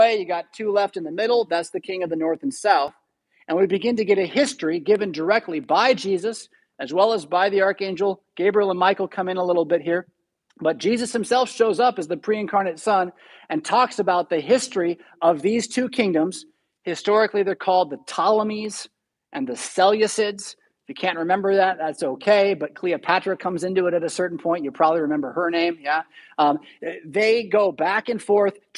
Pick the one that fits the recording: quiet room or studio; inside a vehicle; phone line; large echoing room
large echoing room